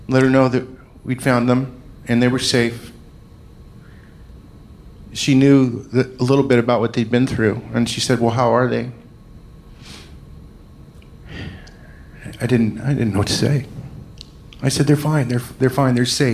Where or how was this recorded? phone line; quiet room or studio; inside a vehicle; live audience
live audience